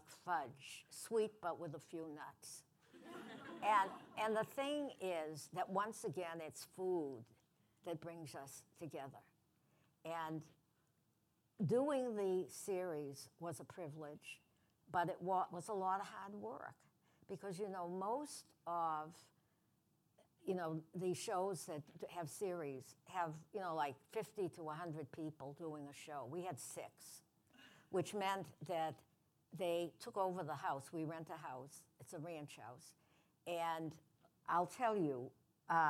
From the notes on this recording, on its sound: Our first podcast before a live audience.